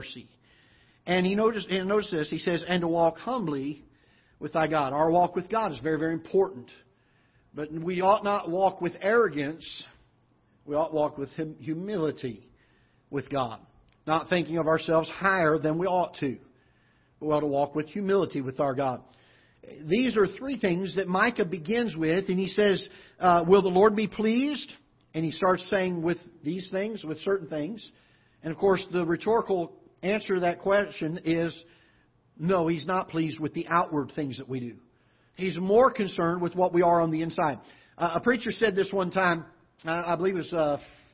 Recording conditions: large echoing room